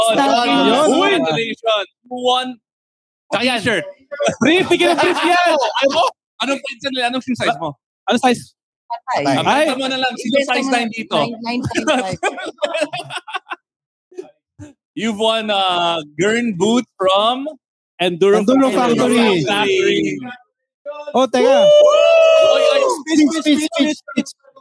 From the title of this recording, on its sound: live at De'Ja Brew